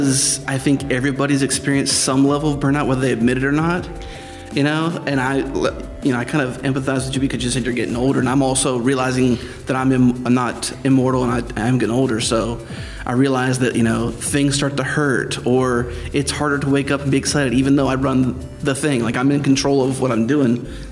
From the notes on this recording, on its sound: on location at ZEIT Day